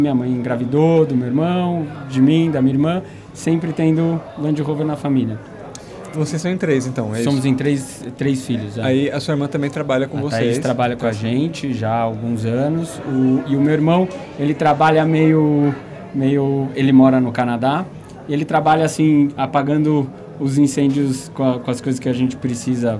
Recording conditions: busy venue